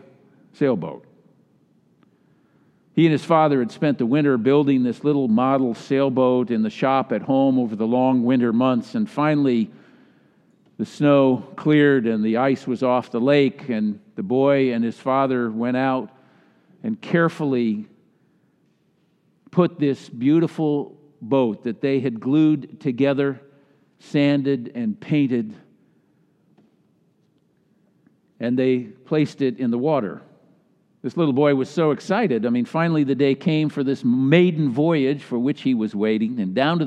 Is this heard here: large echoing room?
yes